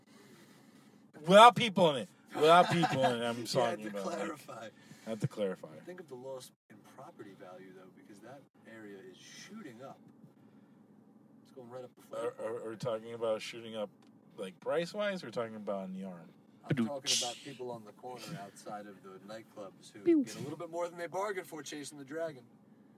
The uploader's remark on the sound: we are in the car